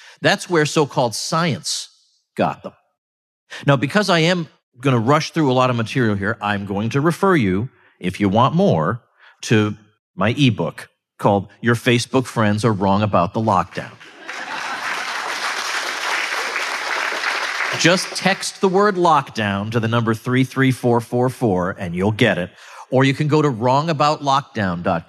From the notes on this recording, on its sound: I delivered these remarks at the Ron Paul symposium in Angleton, Texas